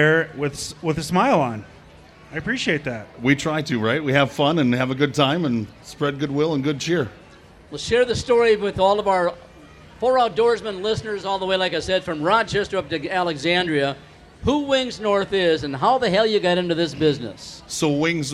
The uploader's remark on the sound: MN State Fair 2023 Weekend 2. Great episode live from the Minnesota State Fair.